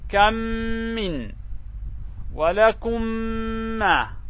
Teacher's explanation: الإدغام الشفوي مجيء حرف الميم المتحركة بعد الميم الساكنة، يعني إذا أتت الميم المتحركة بعد الميم الساكنة فتدغم الميم الساكنة في الميم المتحركة ويصبحان حرفا واحدا مشددا